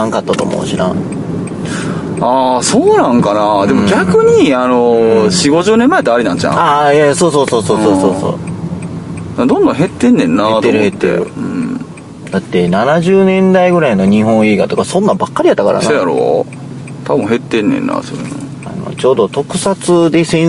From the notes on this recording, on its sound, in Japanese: 車中で三人、録音機器の代わりに「ながらツイキャス」収録です。